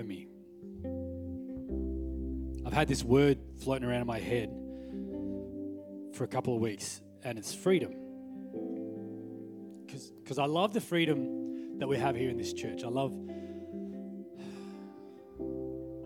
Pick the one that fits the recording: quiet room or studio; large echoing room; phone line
large echoing room